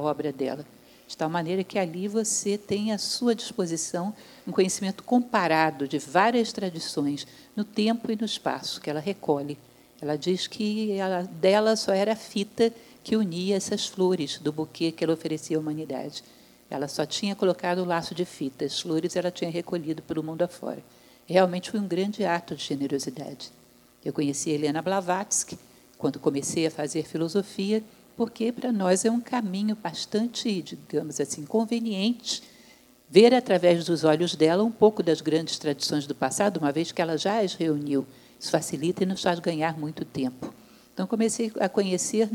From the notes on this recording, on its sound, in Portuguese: Primeira gravação com plateia do podcast Jornada da Calma.